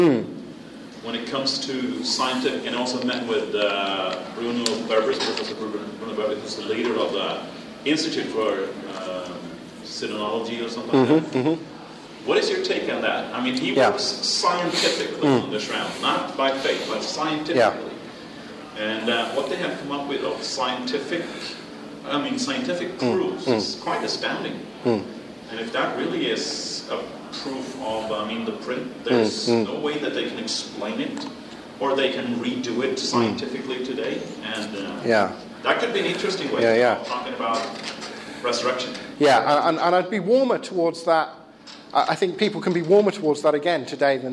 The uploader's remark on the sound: The second part of a pre-forum seminar delivered at the European Leadership Forum (ELF) in Wisla, Poland. I forgot to record the first half!